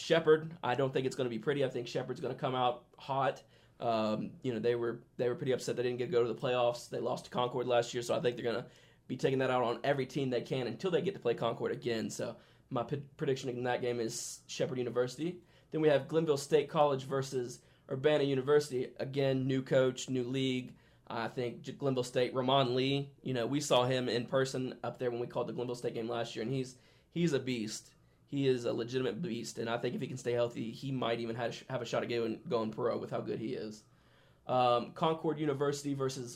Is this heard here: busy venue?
no